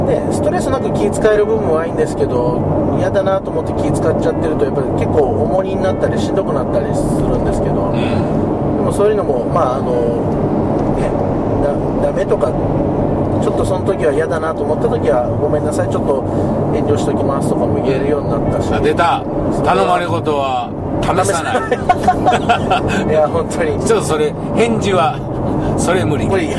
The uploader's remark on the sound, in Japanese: ドライビング対談収録をいたしました